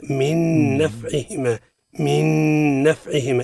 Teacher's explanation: إدغام، الإدغام بغنة مع إدغام الأولى في الثانية بعد حذف الأولى من لفظ ما بقى الثانية مشددة من جنسها، تقرأ هكذا من نفعهما، من نفعهما، إدغام بغنة، إدغام بغنة.